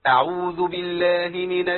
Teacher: وشنشن الشين من الشيطان، يعني بين التفشي وانتشار الصوت